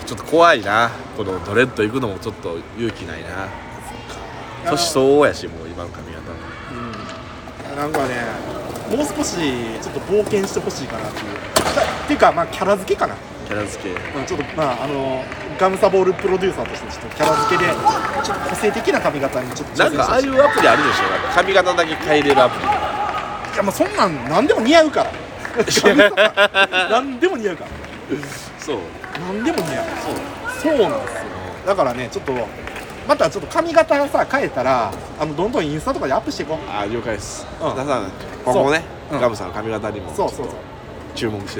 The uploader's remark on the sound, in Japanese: 公園で収録してます